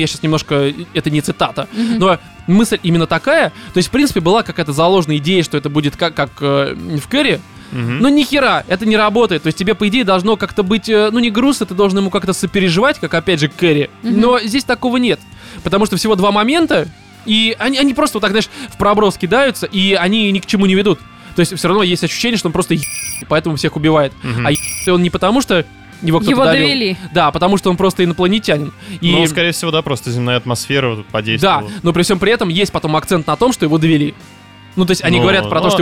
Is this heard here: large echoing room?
no